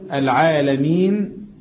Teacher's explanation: العالمين ده مد طبيعي، لكن لما هقف العالمين حرف المد اللي هو الياء بعدين نون ساكنة، ساكنة سكونا عارضا لأجل الوقف · Term: مد عارض للسكون